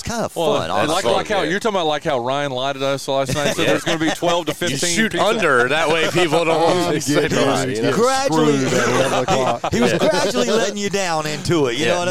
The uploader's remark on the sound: Live from the fourth annual True Smoke BBQ Smoke-Out.